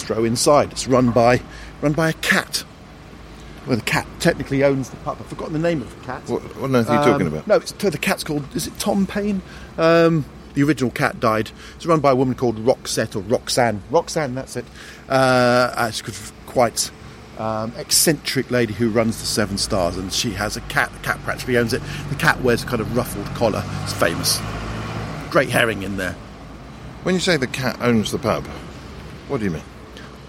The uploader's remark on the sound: If you like the sound of the pubs in this episode